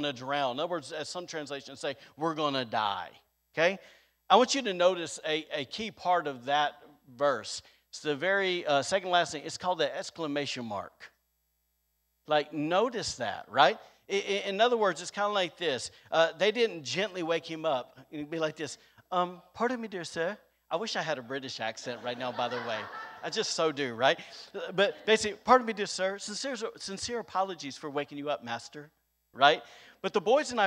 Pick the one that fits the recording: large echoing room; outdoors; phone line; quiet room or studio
large echoing room